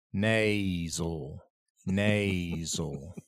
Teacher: Because there's a diphthong in the first syllable, nay. It's not na or ne.